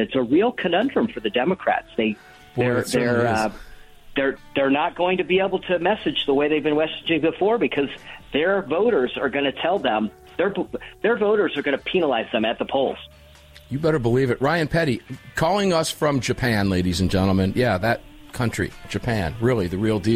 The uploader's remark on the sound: calling in live from Japan